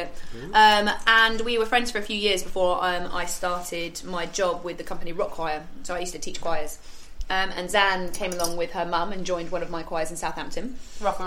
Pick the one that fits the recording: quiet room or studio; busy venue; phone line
busy venue